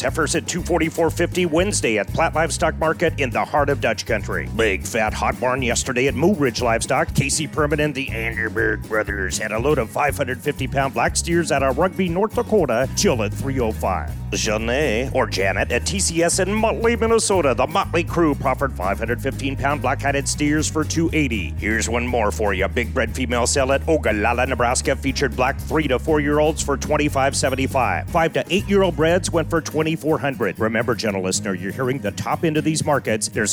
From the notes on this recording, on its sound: Hot Barn Report on the road at the NAFB convention in KC!